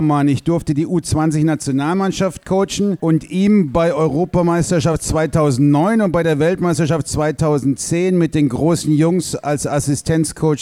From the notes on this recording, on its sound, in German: LIVE aus dem Kullman's Grill & Diner am 22.10.2019!